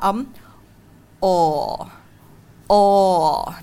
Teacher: âm này môi của mình sẽ chu hờ về phía trước · Term: âm ồ